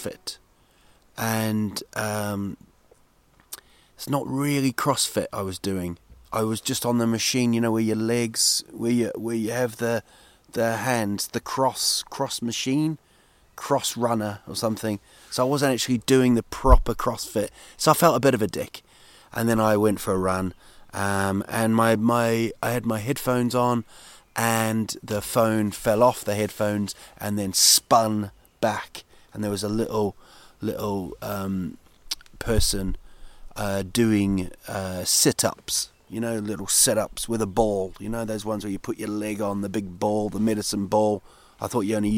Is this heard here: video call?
no